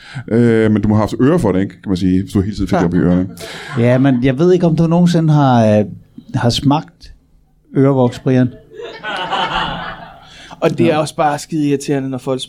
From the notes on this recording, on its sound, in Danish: LIVE fra 27b i Kolding. Optaget foran et levende publikum på altid fremragende 27b i Kolding.